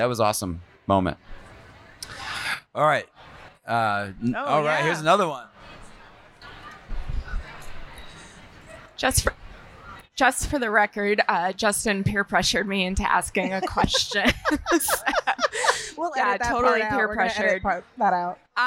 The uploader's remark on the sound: LIVE at HOW Design Live. The gang puts on a shit show at the HOW Design Live Conference in Nashville, TN. We covered all those topics and more through Q&A with a live audience.